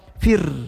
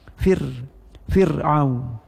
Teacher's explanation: sebelum ra mati, huruf yang mematikannya itu huruf baris di bawah, maka ra seperti bacaan baris di bawah, baris kasrah ri, berarti tarqiq